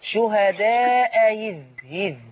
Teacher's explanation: بيّني الهمزة الأولى وسهل الثانية